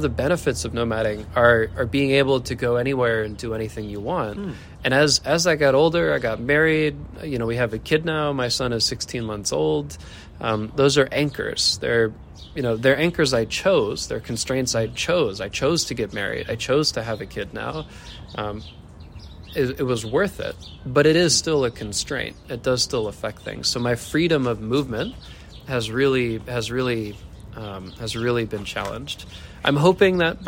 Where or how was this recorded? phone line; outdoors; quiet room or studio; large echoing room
outdoors